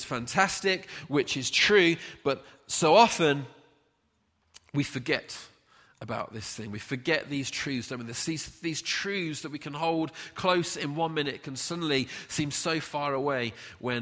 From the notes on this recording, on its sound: Recorded at freedomcentre church, Preston on Sunday 25th August 2019.